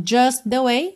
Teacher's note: just the way, junta ali num T só